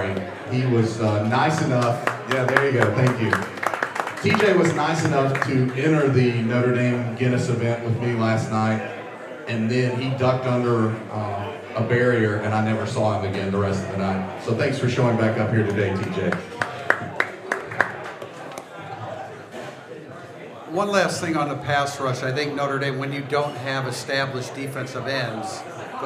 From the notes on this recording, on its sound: Recorded Live at " The Bar ". Takes questions from the fans.